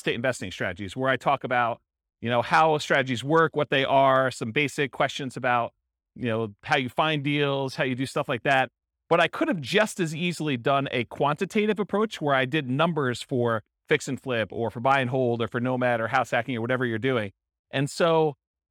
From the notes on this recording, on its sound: This was a live class recorded